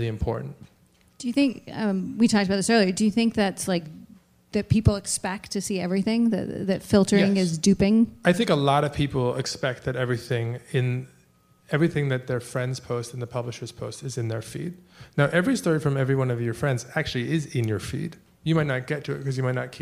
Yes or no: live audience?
yes